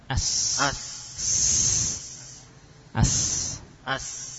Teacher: ada sofir, ada sifat desis yang kuat